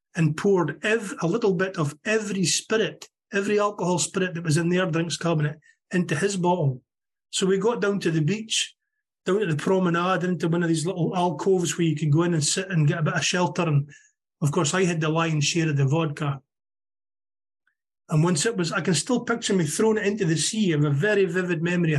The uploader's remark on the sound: Meeting held on zoom. From Aberdeen Scotland.